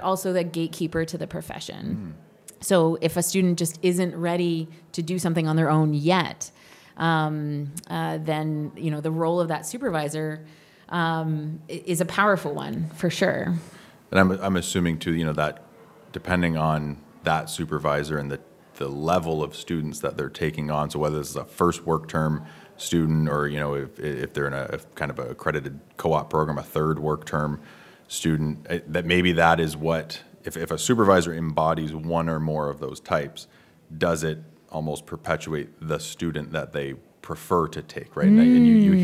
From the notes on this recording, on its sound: Live from the 2023 CEWIL Conference in Halifax, NS